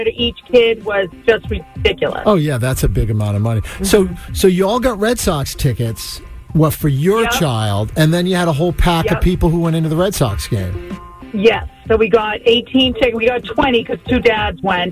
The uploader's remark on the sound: The MAGIC listeners called in with their graduation gift techniques.